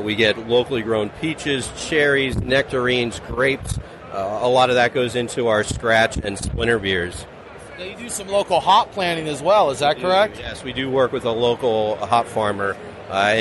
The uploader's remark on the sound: This interview was recorded at the 2016 Great American Beer Festival in Denver.